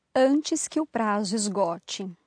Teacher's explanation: we have the nice word antes, which is going to have that SH sound, and esgote, which is going to have the j, j, j sound